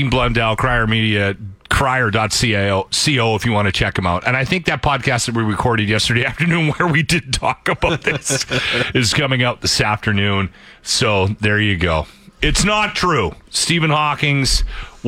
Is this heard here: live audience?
no